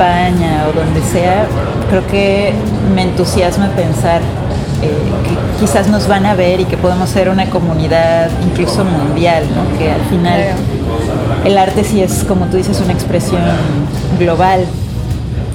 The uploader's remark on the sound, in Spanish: Grabada en el evento Woman Is Art desde el Hotel ME Cabo